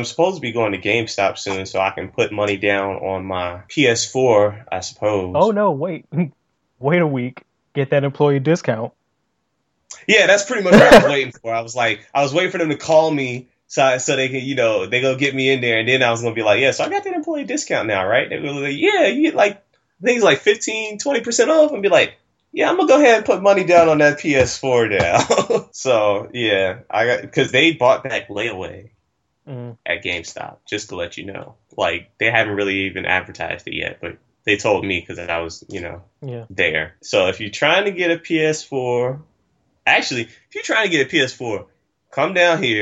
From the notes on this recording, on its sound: Audio may sound tinny. Are currently 200 miles apart.